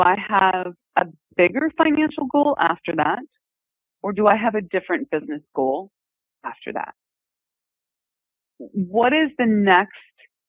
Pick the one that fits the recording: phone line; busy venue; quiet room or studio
phone line